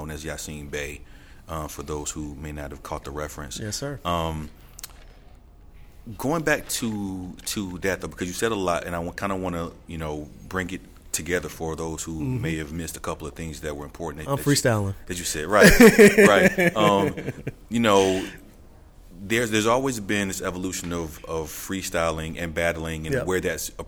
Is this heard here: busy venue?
yes